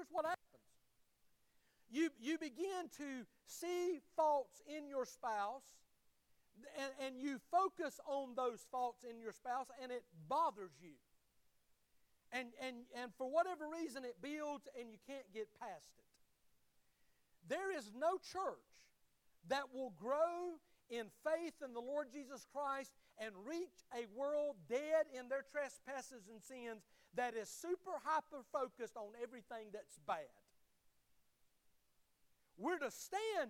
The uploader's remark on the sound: Sermon of the Sunday morning service at Liberty Baptist Church. Liberty Baptist is a wonderful, growing, and encouraging body of believers just outside Tifton in the Harding community.